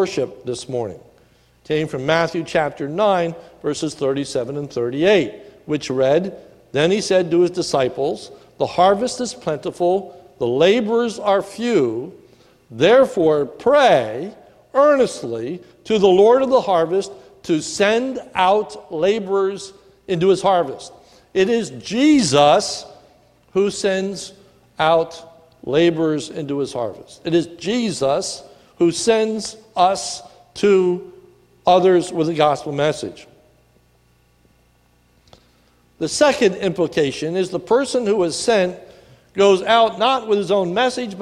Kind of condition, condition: setting, large echoing room